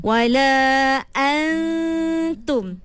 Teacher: Tapi jangan zahirkan nun tu. Kita kena terus pergi pada ta. · Term: ikhfa